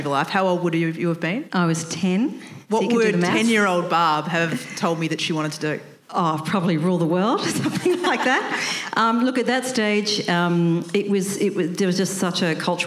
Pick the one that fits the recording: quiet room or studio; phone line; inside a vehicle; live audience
live audience